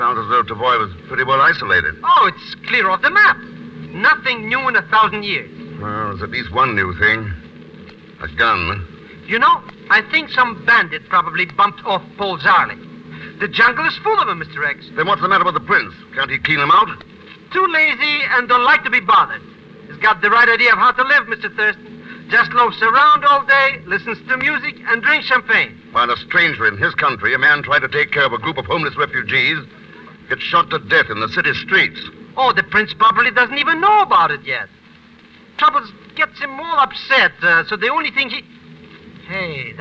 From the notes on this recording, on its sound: As these shows have been in the public domain for quite some time, the audio quality of these episodes can vary. It’s most likely the audio file itself.